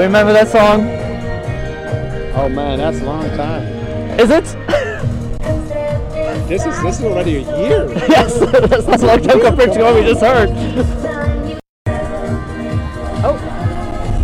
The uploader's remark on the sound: Live at the New Years Eve Parade rehearsals